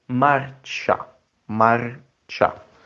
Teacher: The I is substantially muted.